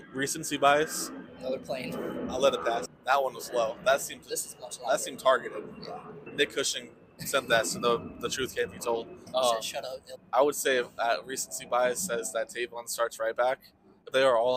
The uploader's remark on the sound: You know we had to swing by Citi Field for the inaugural Leagues Cup game! We recorded on scene at the stadium post-game.